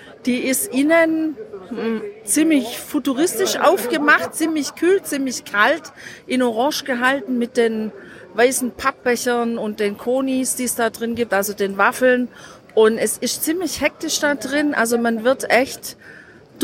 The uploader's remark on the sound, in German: Wir sind wieder live mit dir unterwegs in der Hauptstadt der Region Emilia-Romagna und quatschen unsere Tipps für dich direkt vor Ort ins Mikro!